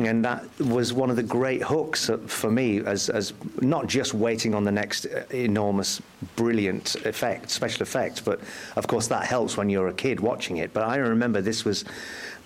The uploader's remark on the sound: LIVE at Grimmfest. LIVE from Manchester England's Grimmfest.